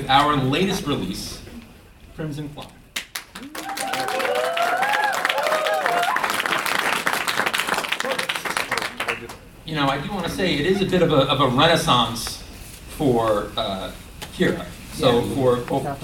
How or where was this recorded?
live audience